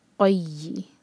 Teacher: قاف heavy letter ہے اور اس کو حلق سے پڑھنا ہے. ق یا سے جوڑیں گے، یا کو اسٹرانگ کرنا ہے یا پر شدہ ہے.